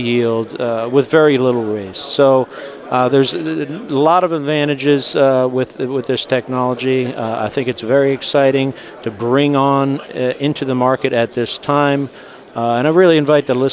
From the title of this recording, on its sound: Live at AFPM